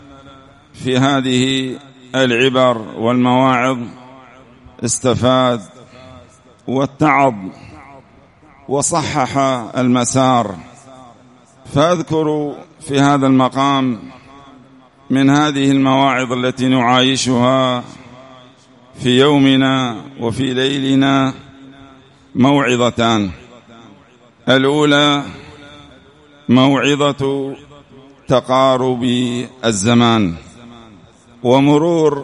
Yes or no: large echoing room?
yes